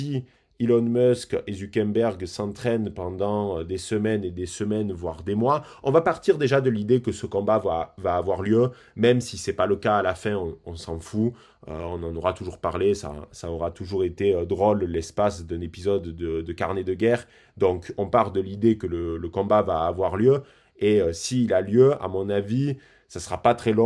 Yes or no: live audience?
no